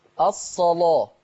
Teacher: عايزين نغلظ اللام شوية